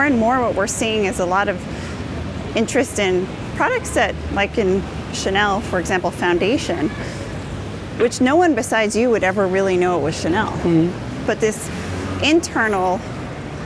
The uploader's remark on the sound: Grab a bite of modern nostalgia at an “ice cream cereal bar” in New York's Little Italy. You are invited to be a fly-on-the-wall for a conversation recorded in the streets of New York.